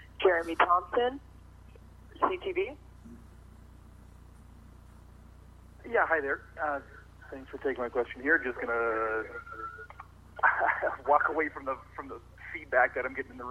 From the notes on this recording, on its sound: Budget 2024 media briefing (by teleconference)